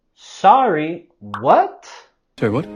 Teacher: Vamos a subir la entonación en esta pregunta.